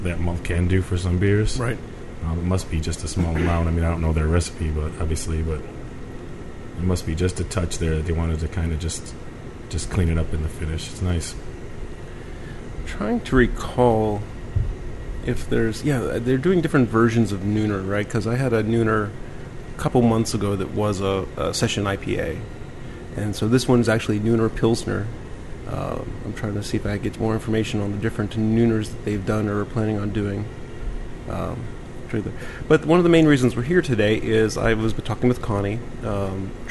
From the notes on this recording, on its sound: Recorded at Hough's in Pittsburgh